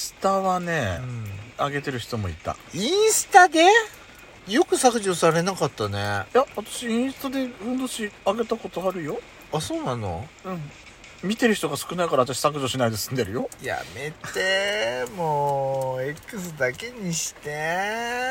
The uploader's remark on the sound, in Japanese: パーキング収録